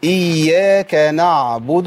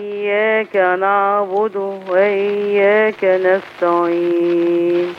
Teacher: عندي عين ساكنة لازم أظهرها